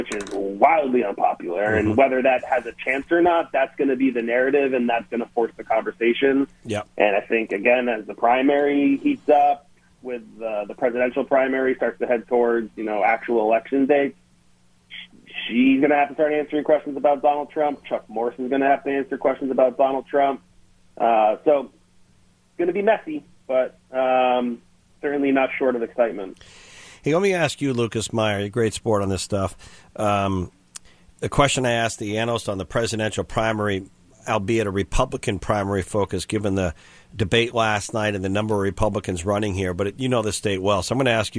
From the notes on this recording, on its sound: the Democratic Strategist called into GMNH